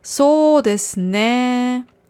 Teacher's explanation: Vorsicht bei der Betonung, ist das Ganze mit hinten einem langen E